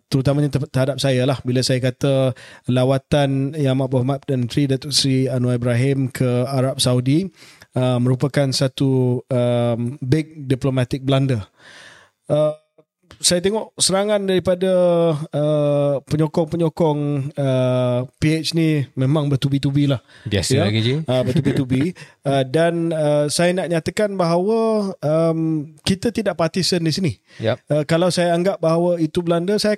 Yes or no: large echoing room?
no